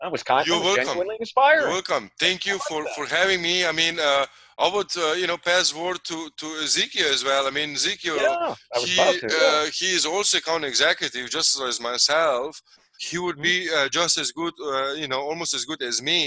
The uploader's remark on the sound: We conducted this meeting remotely on Zoom.